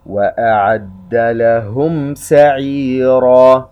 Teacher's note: ننطق بهذه الميم الساكنة من دون غنة مستطالة · Term: إظهار شفوي